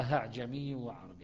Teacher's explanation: تحقيق الهمزتين باستثناء أعجمي وعربي، فإنه يقرأ أهعجمي وعربي بتسهيل الثانية